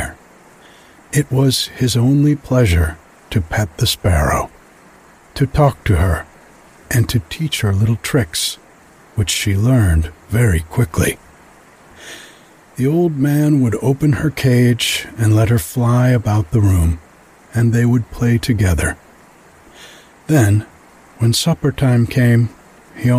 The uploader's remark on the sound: some sounds of nighttime at the creek in the background